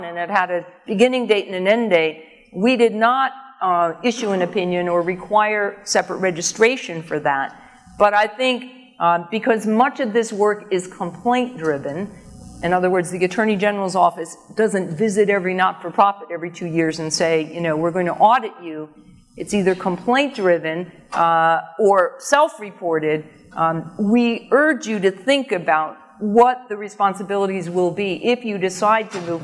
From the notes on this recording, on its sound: AAFCPAs Seminar Keynote. Answers specific case questions from audience members.